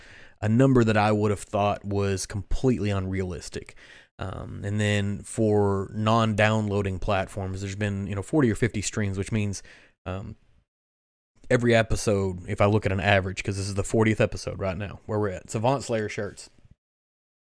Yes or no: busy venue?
no